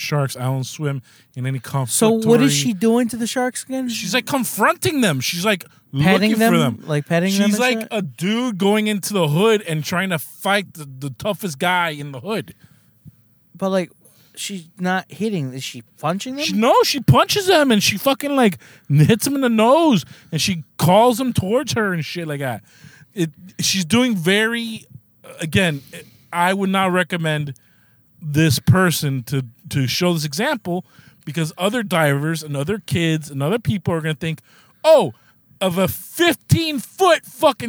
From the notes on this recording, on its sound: we are in the car